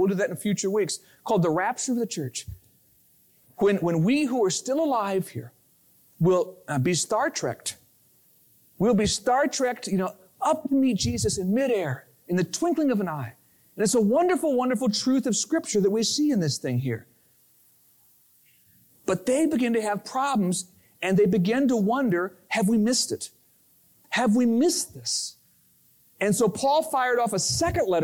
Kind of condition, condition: setting, large echoing room